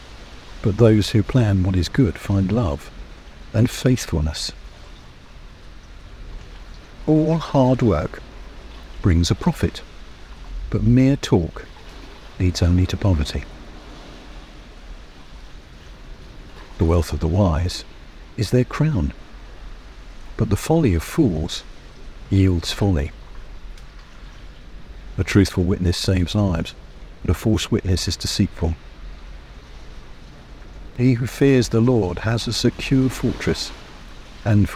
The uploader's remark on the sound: The sounds of the sea and of Swanage were recorded today from 'The Haven' on Swanage Bay. Although there are a few noisy people, I hope this natural soundscape helps give atmosphere to this first recording.